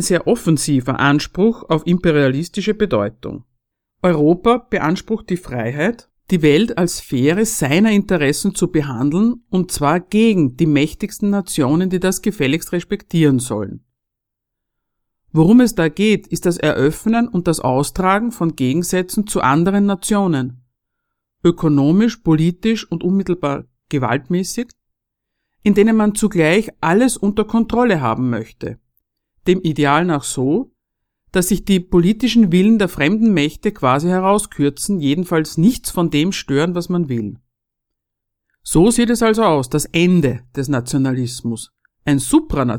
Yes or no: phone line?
no